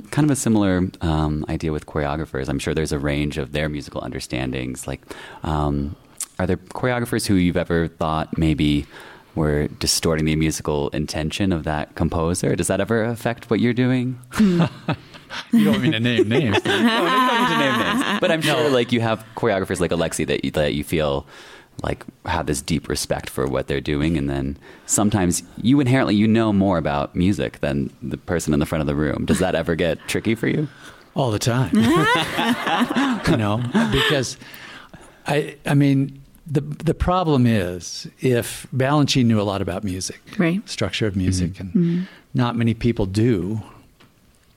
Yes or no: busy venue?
yes